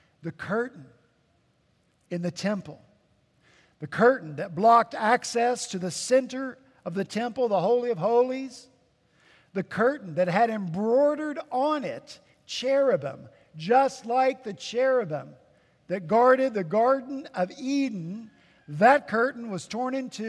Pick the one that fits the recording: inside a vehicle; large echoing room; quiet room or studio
large echoing room